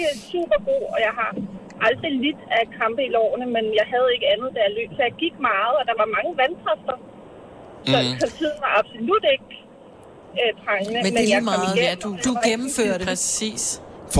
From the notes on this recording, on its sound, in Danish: I dagens podcast sender vi live fra Disneyland Paris.